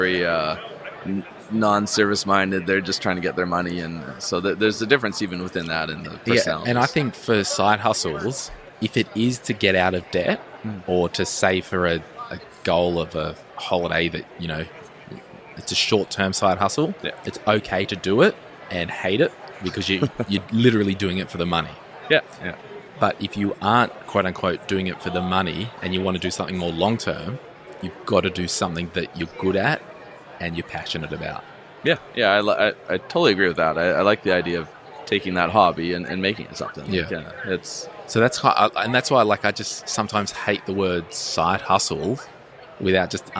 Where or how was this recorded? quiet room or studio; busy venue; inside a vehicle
busy venue